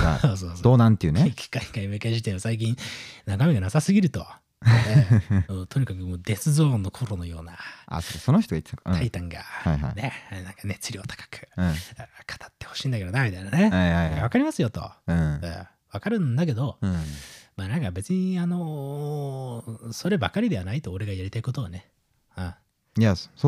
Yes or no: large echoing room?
no